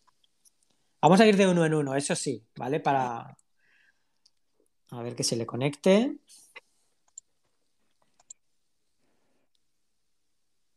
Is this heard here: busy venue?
no